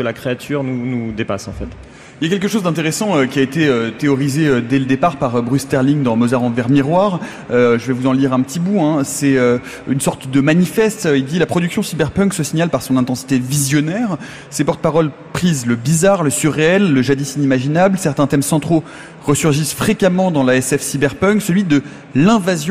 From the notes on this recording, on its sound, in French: Emission enregistrée en direct du Festival des Utopiales.